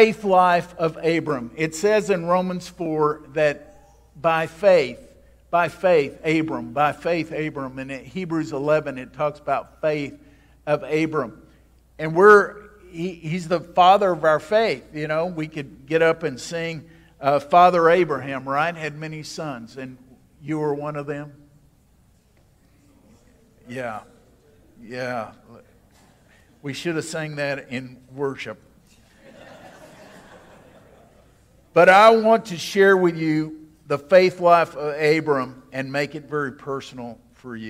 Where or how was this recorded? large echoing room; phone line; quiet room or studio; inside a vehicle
large echoing room